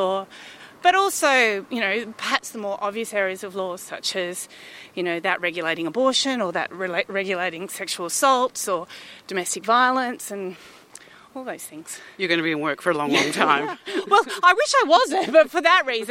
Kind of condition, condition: setting, outdoors